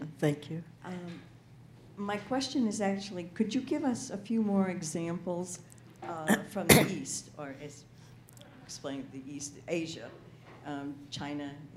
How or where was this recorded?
busy venue